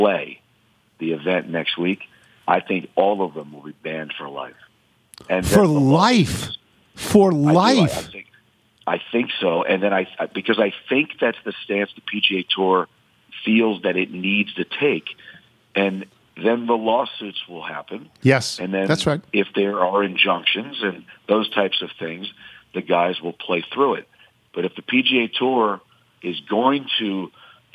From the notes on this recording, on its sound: Calls in from Paris. Phones.